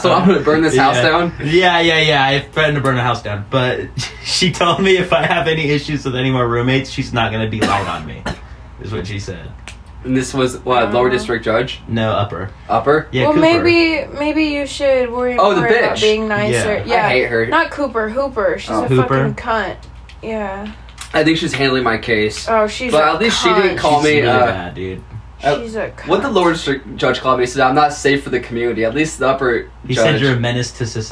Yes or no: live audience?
no